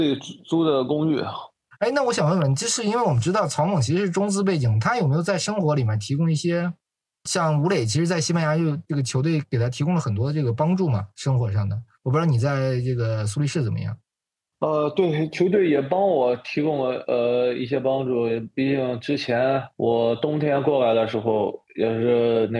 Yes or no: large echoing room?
no